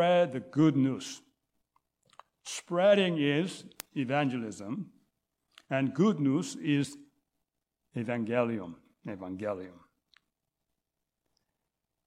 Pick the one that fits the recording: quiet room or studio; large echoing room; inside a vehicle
large echoing room